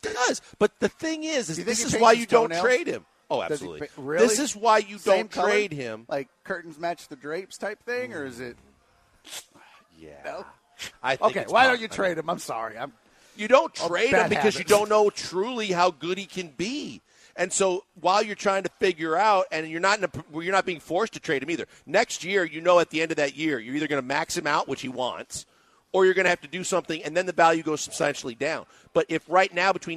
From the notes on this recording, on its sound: live from The Decoy